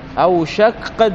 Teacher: فهذا معنى قوله تقرأ بتسكين الكاف للوزن ثم تدغم في القاف فتصير قافا مشددة، أوشق قد. انظر أوشق قد، في شيء من الإدغام والتشديد